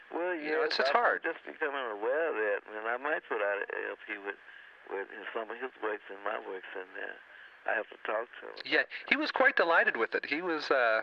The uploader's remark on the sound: Phone call